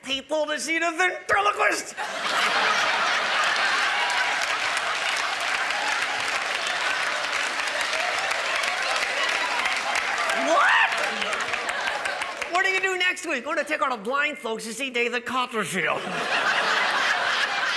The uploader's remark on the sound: for a live show